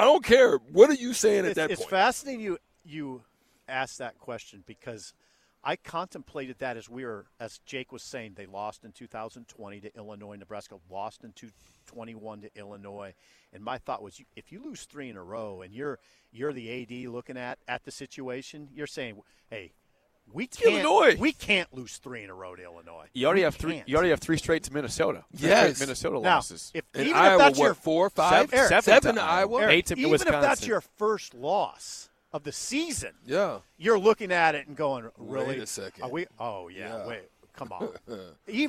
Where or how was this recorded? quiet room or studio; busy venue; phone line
busy venue